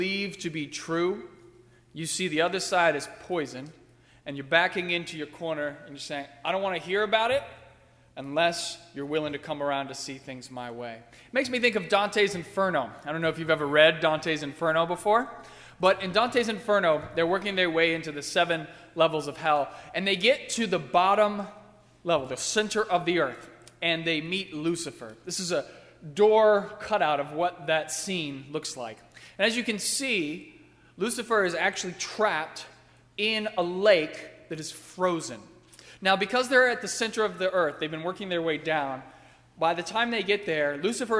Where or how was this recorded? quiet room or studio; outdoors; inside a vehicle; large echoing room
large echoing room